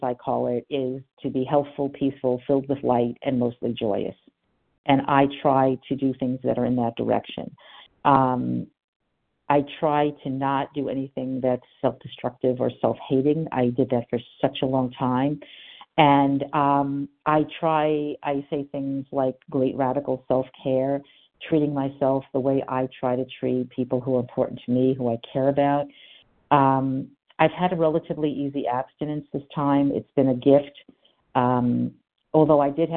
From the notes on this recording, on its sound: from the 100 Pounders Phone Meeting